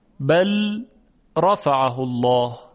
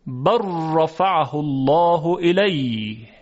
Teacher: از صوت لام هیچ اثری دیگه باقی نمیمونه، فقط یک راء مشدد داریم · Shown in: second take · Term: ادغام متقاربین